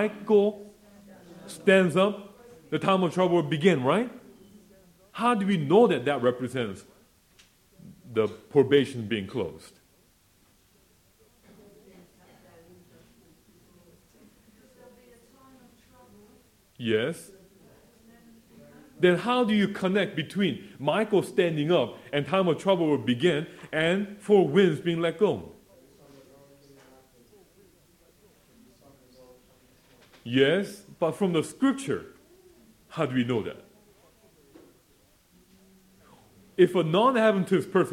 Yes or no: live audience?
yes